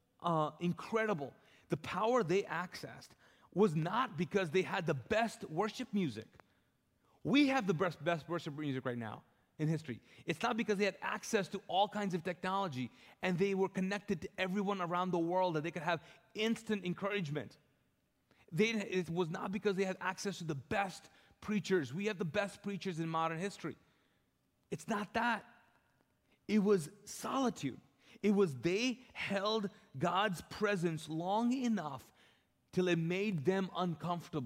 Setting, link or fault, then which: setting, large echoing room